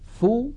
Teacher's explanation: فلما نقول فو لا أنفسكم لا يخرج مع هذه الفاء غنة، يعني لا نقول أنفو فو عندما ننطق الفاء لا ننطق معها غنة بل تبقى الغنة محصورة في الحرف الأول وهو النون · Term: إخفاء النون